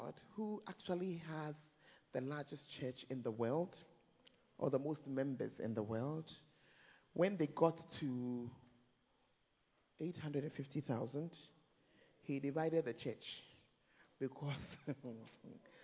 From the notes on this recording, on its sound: Preached At The First Love Center, Ayeduase (Times of Refreshing).